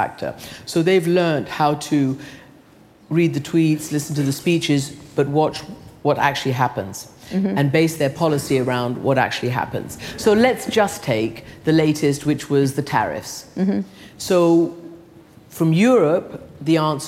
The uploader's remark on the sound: Live from SXSW. Speaking in front of a live audience at South By Southwest 2018.